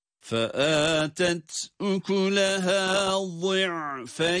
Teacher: Bu itibarla buradaki duruşumuzu meddilin olarak gerçekleştiriyoruz. Yani ya harfini cezimli halde uzatarak okuyoruz.